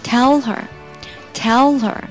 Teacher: tell 和 her 要连读，把前面的 l 和后面的 her 连起来